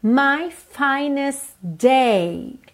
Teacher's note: Esse T do finest você também praticamente não ouve